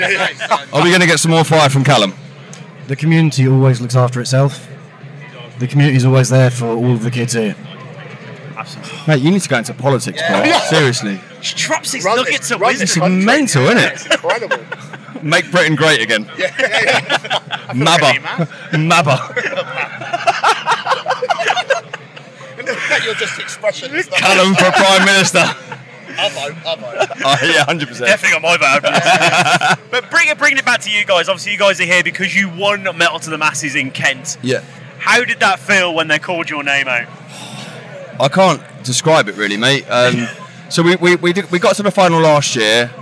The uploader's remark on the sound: Live from Bloodstock 2023